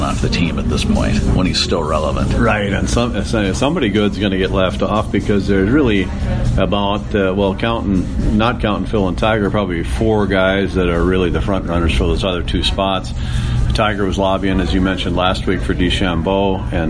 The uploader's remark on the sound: go live from the Legacy at Craguns